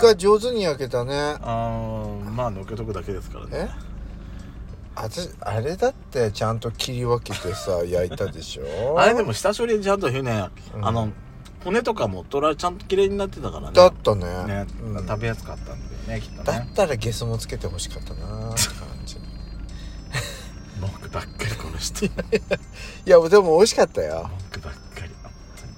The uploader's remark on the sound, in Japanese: パーキング収録。遠征レポート福島 #いわき #小名浜。